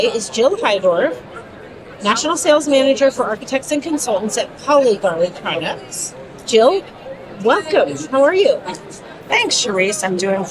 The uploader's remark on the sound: LIVE from Greenbuild 2023. We share a LIVE conversation from the 2023 Greenbuild International Conference and Expo in Washington D.C.